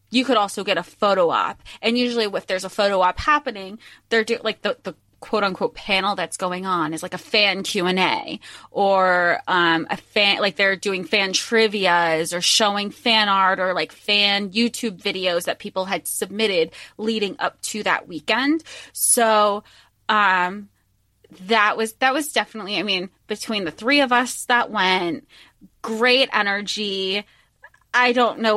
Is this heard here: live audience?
no